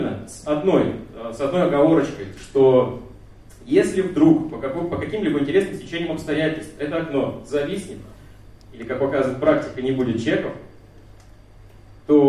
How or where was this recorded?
live audience